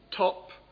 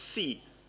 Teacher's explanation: in the first case the air is stopped completely, and in the second one the air produces some friction